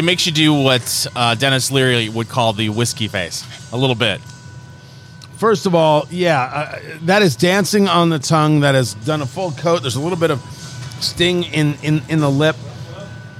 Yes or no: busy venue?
yes